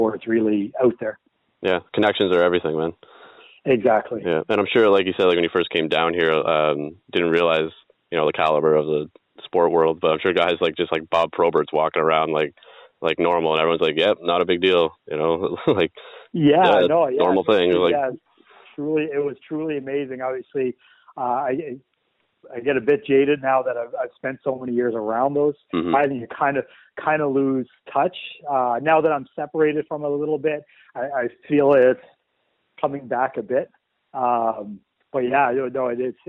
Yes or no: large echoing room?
no